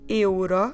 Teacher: we pronounce it really in a very open way, which is not what we normally do